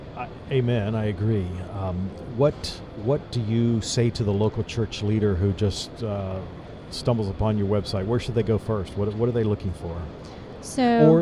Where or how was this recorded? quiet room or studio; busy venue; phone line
busy venue